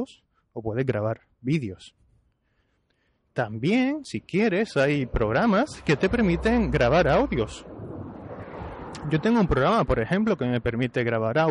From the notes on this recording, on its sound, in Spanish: Estoy en la calle –no sé si lo notarás por el ruido. Estoy en la calle haciendo un par de vídeos para la página, para las redes sociales. Ya que estoy grabando diferentes cosas y tengo la grabadora aquí conmigo, pues voy a intentar grabar un episodio improvisado.